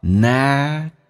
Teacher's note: 那么在美式发音当中呢，那么这个 T 要浊化成 D 这个发音